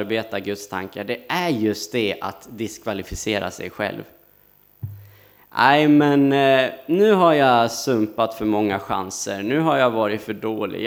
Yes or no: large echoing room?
yes